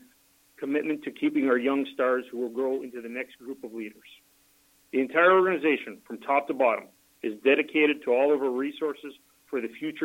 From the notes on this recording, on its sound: Senators Interactive Access Live Teleconference Call. Interact with Senators season ticket holders via teleconference.